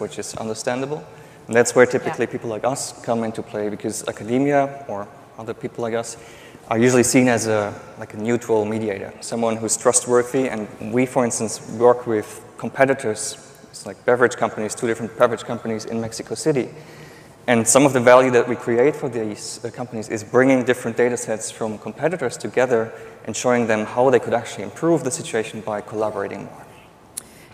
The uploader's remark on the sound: The best of live interviews from GreenBiz events.